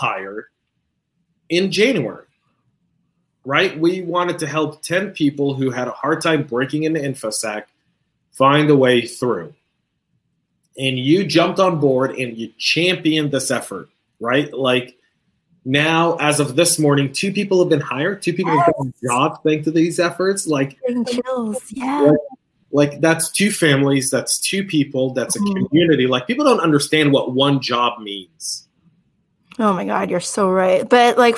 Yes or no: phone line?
no